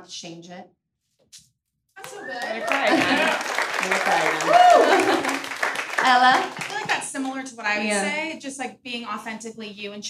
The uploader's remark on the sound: Real Pod LIVE from Hollywood Improv!